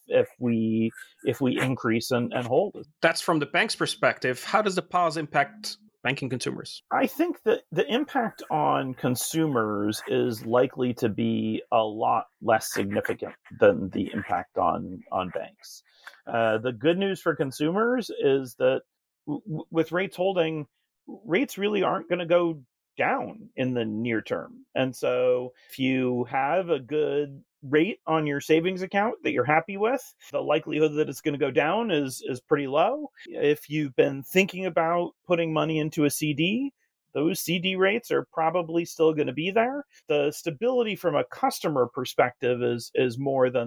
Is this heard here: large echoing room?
no